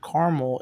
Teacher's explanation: American English native speakers tend to delete the postmedial schwa when it follows the stressed syllable